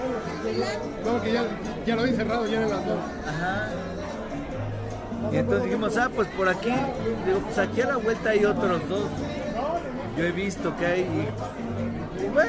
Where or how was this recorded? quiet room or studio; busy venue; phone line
busy venue